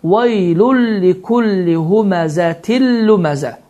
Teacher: Deməli, idğam biləğunnə qaydası baş vermişdir ki, n səsi, yəni tənvinlərin sonunda olan ən, in, unun sonunda olan n səsi tamamilə itir və bu hərflər isə şəddələnir